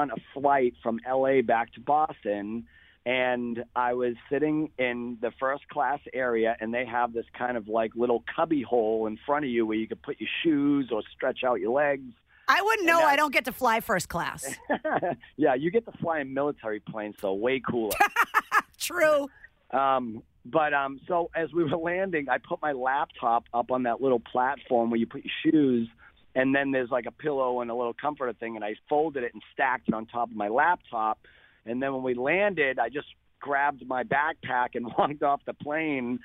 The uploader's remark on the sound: He called in today.